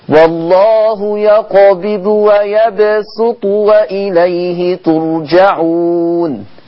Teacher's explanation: الشاطبية قرأت ويبسط بالسين الخالصة